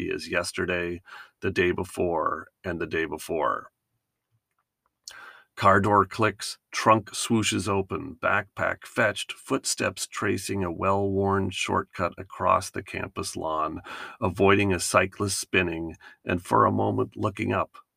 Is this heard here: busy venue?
no